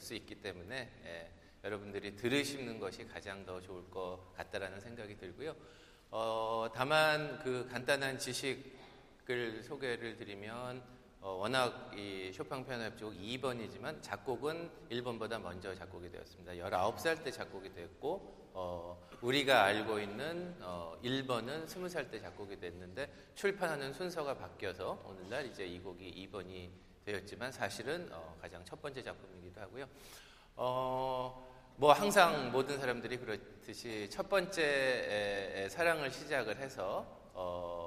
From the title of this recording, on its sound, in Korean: 토요콘서트 실황